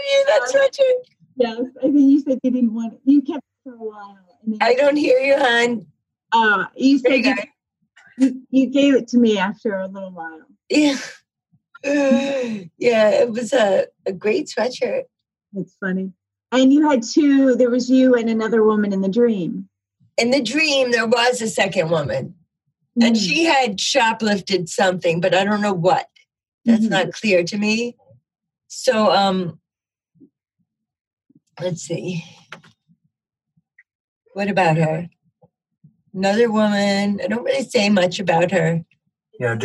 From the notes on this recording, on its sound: The Dream Stream- Zoom Room Dream Group.